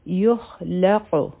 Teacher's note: په قاف باندې چونکې سکون دی نو قلقله به کو آواز به واپس راځي